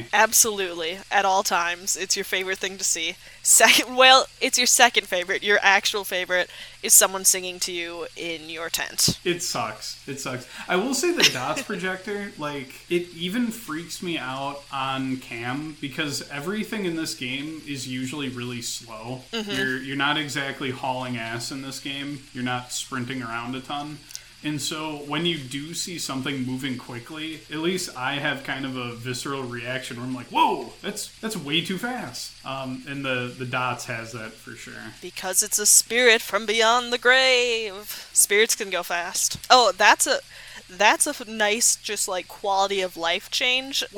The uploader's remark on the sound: Enjoy the sounds of light rainfall as we camp out in a tent and ghosts occasionally interrupt our conversation.